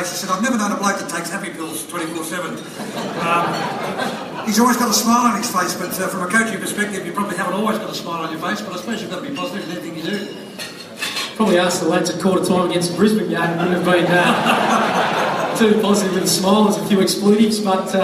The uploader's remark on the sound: at the 2016 Spirit of Carlton Luncheon at Etihad Stadium